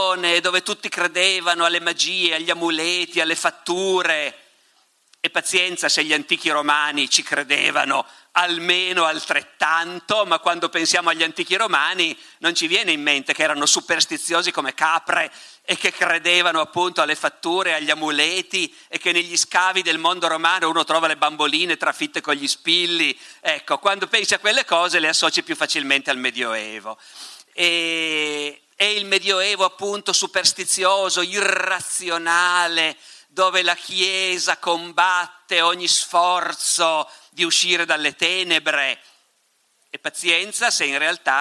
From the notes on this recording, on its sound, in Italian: Moby Dick Festival, 2019. Ospite del Moby Dick Festival.